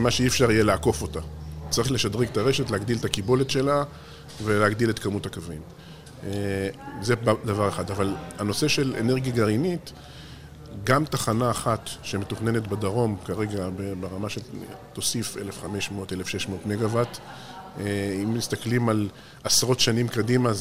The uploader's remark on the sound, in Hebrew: בפרק שהקלטנו במסגרת הכנס "האם הגיע הזמן לאנרגיה גרעינית?" שהתקיים באוניברסיטת רייכמן בשיתוף עם קהילת החדשנות באנרגיה "EnergyCom.IL".